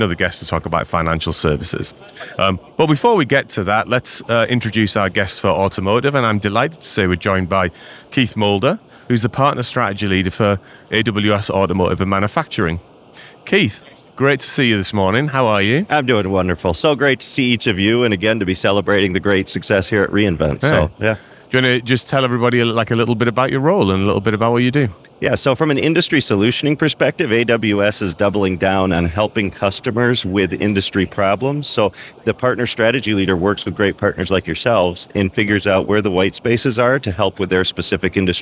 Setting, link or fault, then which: setting, busy venue